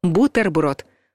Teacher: Возможно, вы удивитесь, но звук «т» в этом слове твердый.